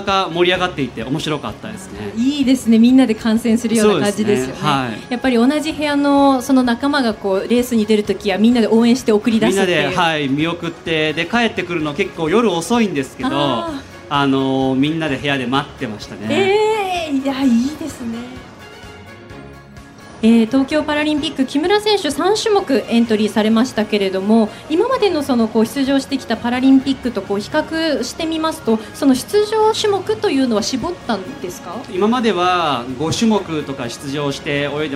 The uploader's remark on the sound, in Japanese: 8月20日に東京・駒沢オリンピック公園中央広場で行われました当番組の公開収録の模様です。